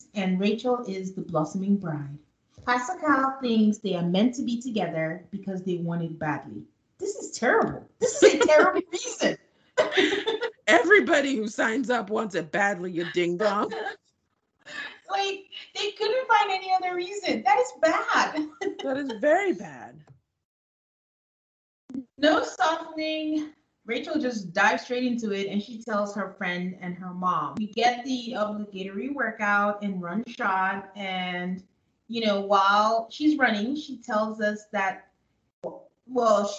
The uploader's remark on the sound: We unfortunately had audio issues this episode